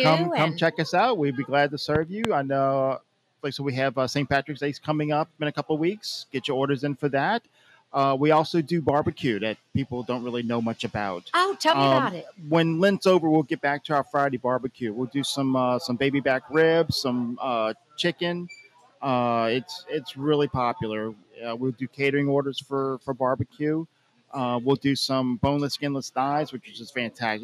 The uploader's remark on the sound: Broadcast live from Guillory’s restaurant while trying some of Guillory’s delicious home cooked dishes and hot tamales!